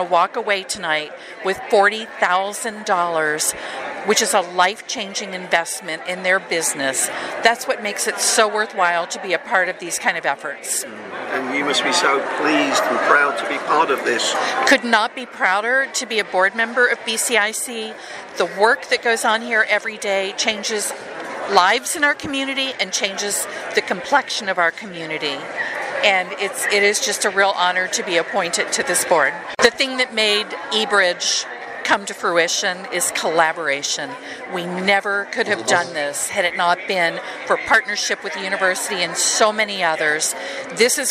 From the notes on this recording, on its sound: Here is an audio recording from the recent Demo Day.